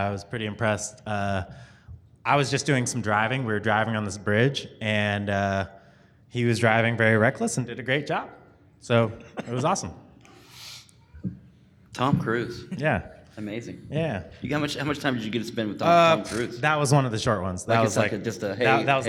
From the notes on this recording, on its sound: The Horrible Movie crew got to moderate this panel from Kansas City Comic Con.